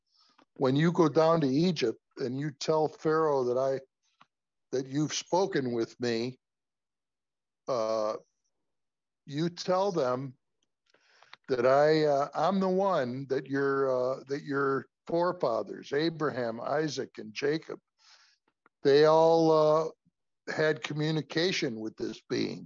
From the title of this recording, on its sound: Oceanside Zoom Class